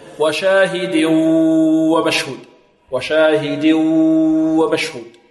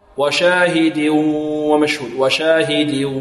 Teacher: أنهم يدغمون ويمدون الصوت بدون غنة من الخيشوم، هكذا يقولون وشاهد ومشهود وشاهد ومشهود، وهذا خطأ. لابد هذا الإدغام وإطالة الصوت أن يصحبها ماذا؟ صوت من الخيشوم · Shown in: second take · Term: إدغام بغنة